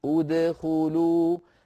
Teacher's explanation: لو أردنا أن نبدأ بدخلوا لابد أن نقول أدخلوا بهمزة مضمومة